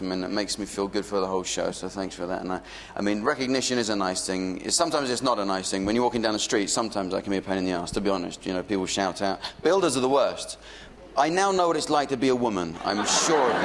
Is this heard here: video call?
no